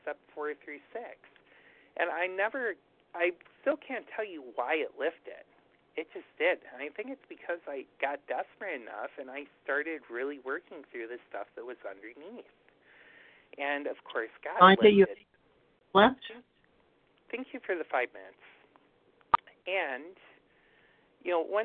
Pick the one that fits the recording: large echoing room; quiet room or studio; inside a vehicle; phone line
phone line